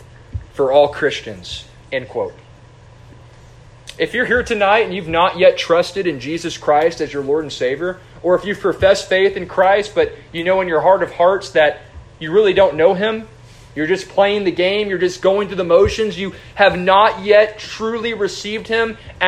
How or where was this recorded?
large echoing room